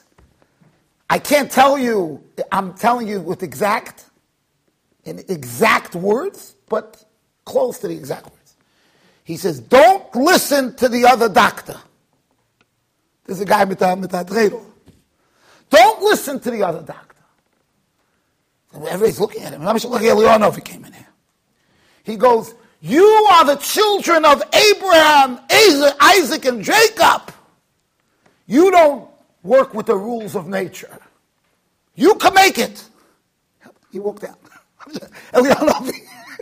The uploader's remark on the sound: Shiur recorded in Yeshivas Ohr Reuven, Monsey NY.